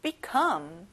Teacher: come에 강세를 넣어보는 거예요